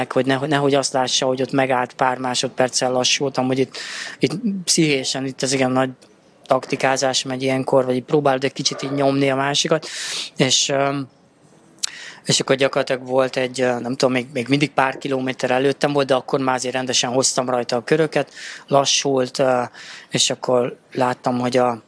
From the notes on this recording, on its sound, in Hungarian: A felvétel helyszínét a MAD DOG CAFE biztosította